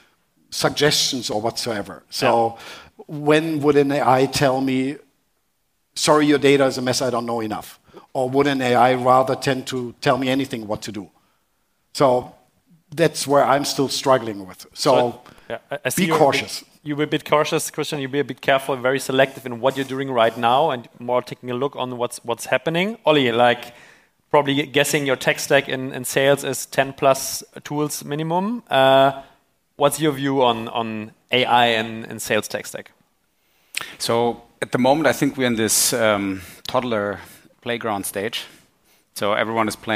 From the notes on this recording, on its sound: part of the recording from the ARRtist Summit 2023 Sales Panel